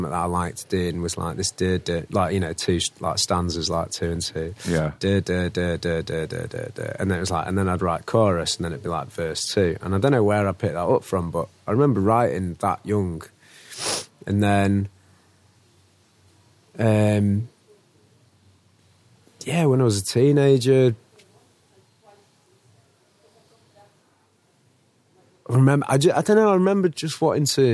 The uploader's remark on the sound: We took a trip over to Hyde Park in Leeds. We arrived early at the legendary Brudenell Social Club and since the sun was out, we decided to record al fresco (hope you enjoy the ambience).